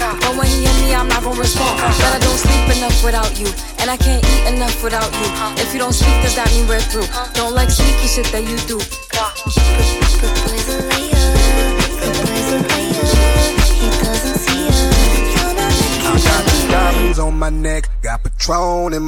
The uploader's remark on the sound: Each Mix is from a live recording from a DJ Booking.